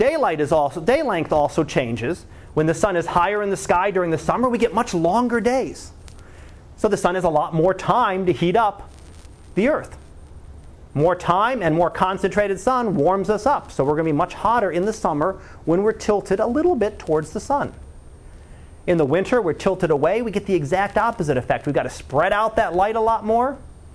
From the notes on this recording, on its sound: Live Class Lecture.